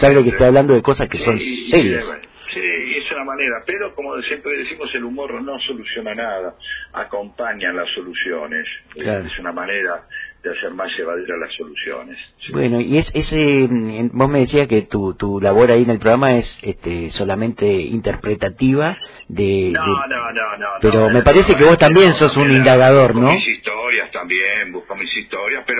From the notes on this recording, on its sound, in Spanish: En el marco de la 5ta Feria del Libro y la Lectura. En una charla telefónica.